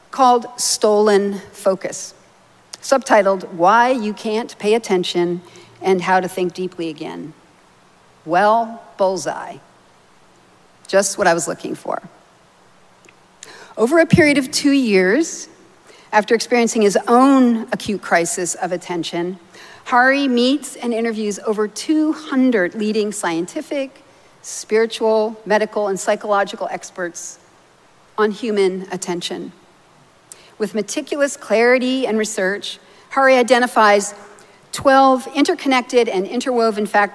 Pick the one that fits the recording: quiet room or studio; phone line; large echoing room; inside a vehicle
large echoing room